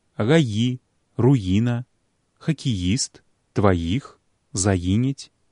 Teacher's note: Такі збег, іначай кажучы, зеўранне галосных, як правіла, разбіваецца ётам. У сярэдзіне слова «й» ёт развіваецца пасля ўсякага галоснага перад «і».